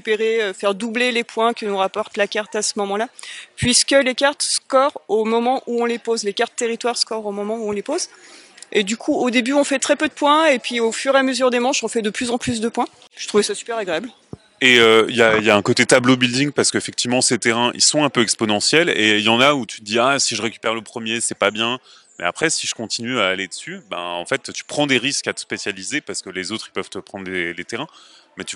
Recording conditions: busy venue